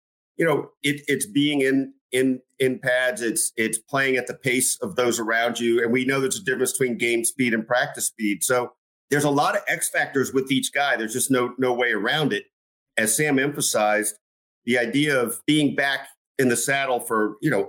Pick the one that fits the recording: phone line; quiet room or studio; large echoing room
quiet room or studio